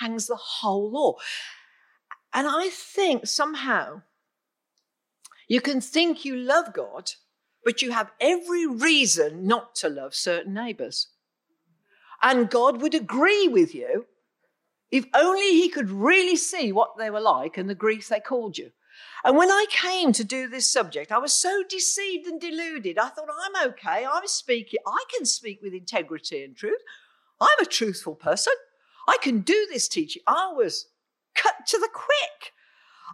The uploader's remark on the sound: Recorded on 13th June 2021 at Raunds Saxon Hall under limited covid rules and regulations.